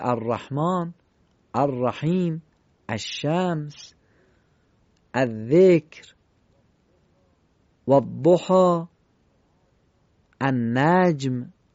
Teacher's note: اینجا لام قبل از تشدید رو نمیخوانیم، چون لام قبل از تشدید نشانه اینه که لام در حرف بعدش ادغام میشه و ناخوانا میشه